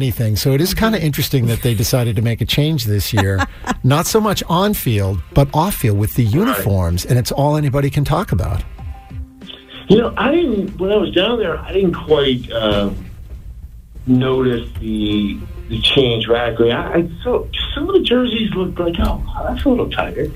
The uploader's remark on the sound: called in to discuss